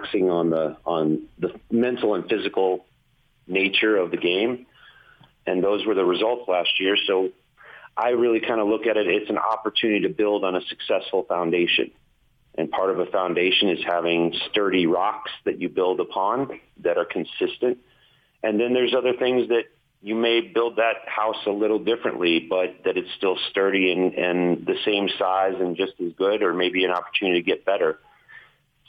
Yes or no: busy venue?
no